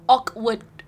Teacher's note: they have like a glottal stop in the middle